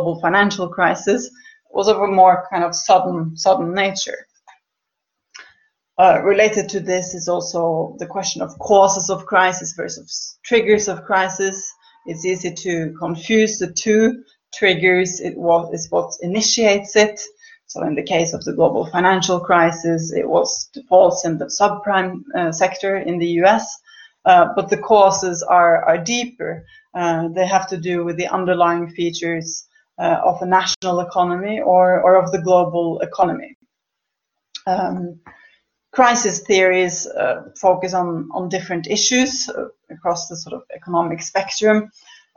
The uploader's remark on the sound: This is part of a webinar series co-organised by the SOAS Department of Economics and the SOAS Open Economics Forum.